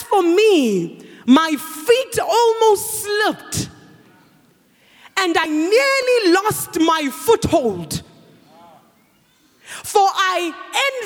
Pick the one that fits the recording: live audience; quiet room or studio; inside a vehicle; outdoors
live audience